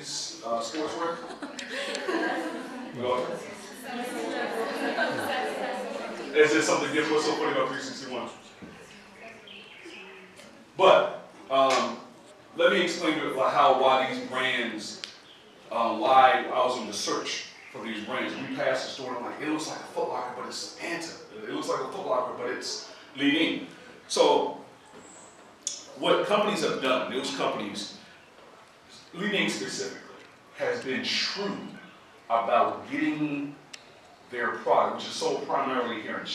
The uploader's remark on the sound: This recording was made at Sichuan University.